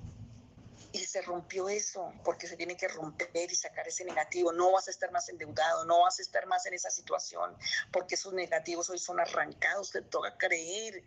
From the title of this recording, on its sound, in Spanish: Zoom miércoles